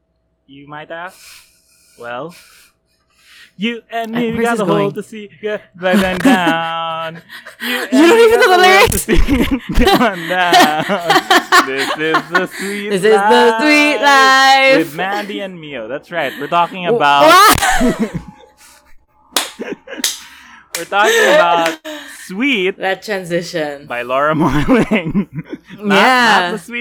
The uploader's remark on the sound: We encountered some technical issues in recovering the audio track from our usual recording platform, so some of our early episodes this summer may feature less-than-average sound quality.